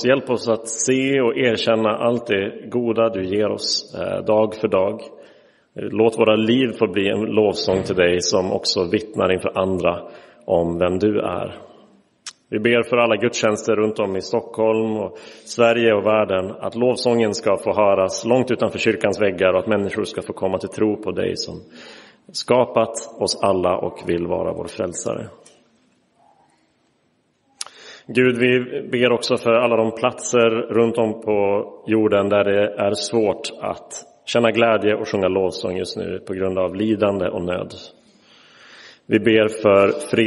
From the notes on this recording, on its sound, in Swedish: Inspelad i Roseniuskyrkan den 8 oktober 2023.